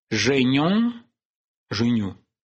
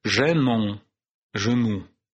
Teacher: Его обычно не признают за особую фонему, а считают аллофоном фонемы «он», потому что «йон» встречается только после мягких согласных, а «он» – только после твердых. Сравни, например, «женён» – «женю» и «женон» – «жену».